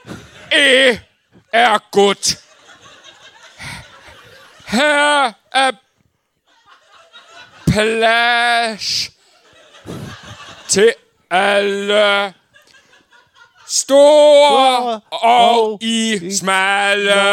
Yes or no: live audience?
yes